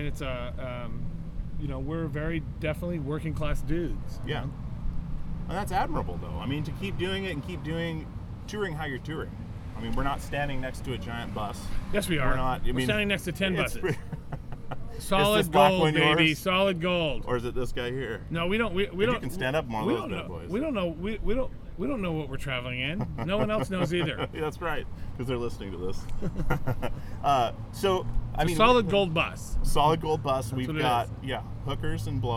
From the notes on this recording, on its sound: We met up at the Hawthorne Theater in Portland Oregon and interviewed between 2 vans outside.